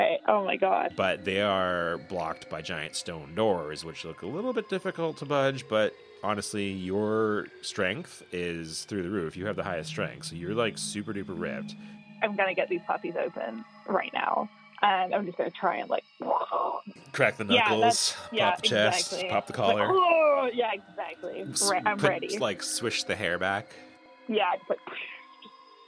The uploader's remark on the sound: Is a 1-on-1 1970s D&D style roleplaying game played over the telephone.